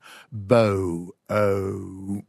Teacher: Bow, oh, right? You can hear the vowel gliding from one to the other. · Term: diphthongs